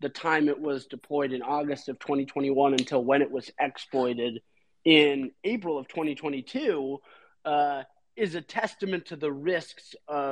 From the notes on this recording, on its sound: Recording from the Beanstalk x Liquity Twitter Space